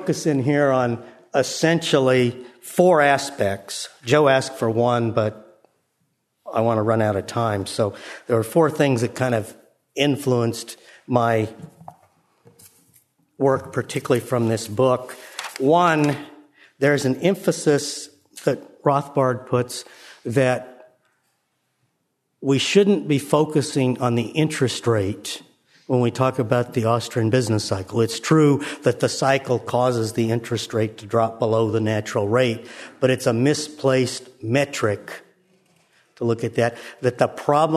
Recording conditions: live audience